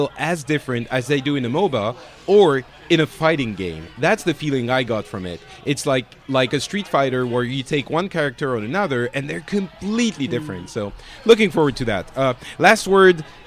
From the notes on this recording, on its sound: This time we do a quick and dirty live report from BlizzCon 2014.